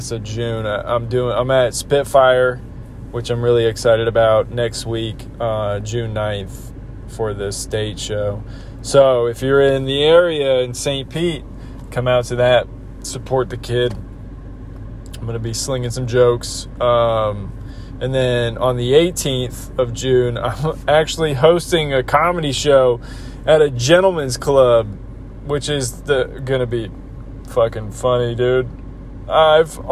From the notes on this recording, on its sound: Sorry I was driving in the car but I needed to let you know what’s going on with me!